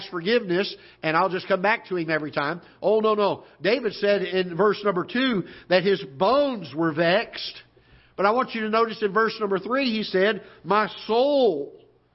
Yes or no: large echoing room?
yes